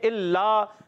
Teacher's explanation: لام مشدد ایک الف کھینچنا بھی ہے ذرا رکنا بھی ہے لام میں اور ایک الف کھینچنا ہے کیونکہ علی مدہ بھی ہے ساتھ